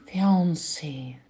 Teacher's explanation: И жених fiancé, на второй слог падает ударение